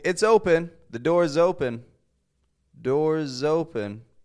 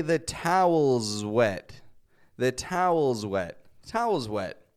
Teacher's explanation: S is getting a Z sound. Z. It's voiced. It's the exact same position as S, but Z Instead, we're adding some voice to this.